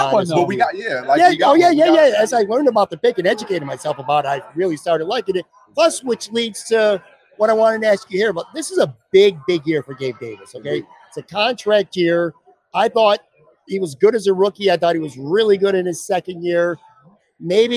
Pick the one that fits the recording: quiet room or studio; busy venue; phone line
busy venue